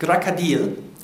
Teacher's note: Krokodil mit der Betonung auf dem I · unbetonte O's werden wie A's gesprochen